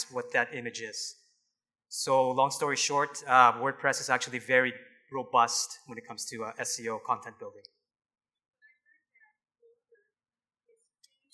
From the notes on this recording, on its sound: Live Broadcast at the The IPBC IGNITE Conference.